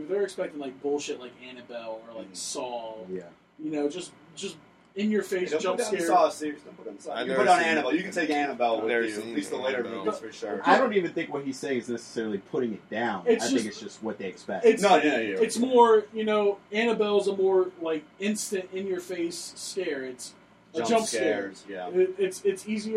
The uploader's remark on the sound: We were having some issues with audio.